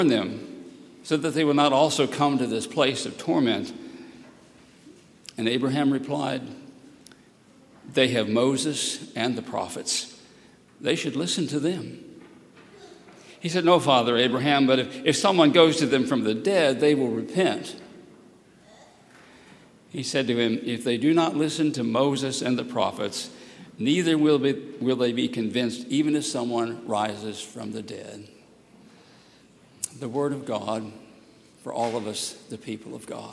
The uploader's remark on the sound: at Highland Baptist Church, Louisville, Kentucky